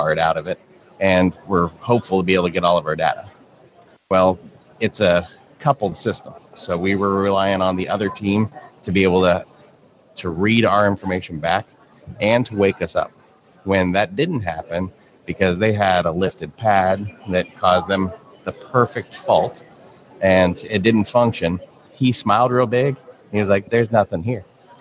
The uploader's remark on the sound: An Over Coffee® special-edition podcast, recorded onsite at Podcast Movement 2019.